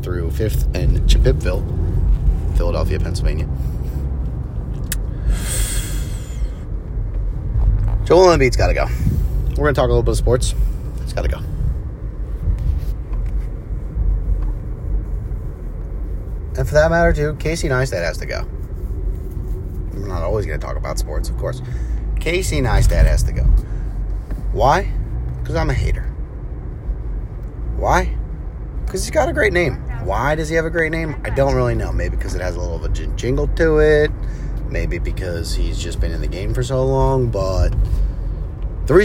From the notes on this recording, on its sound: Recorded on mobile in the car.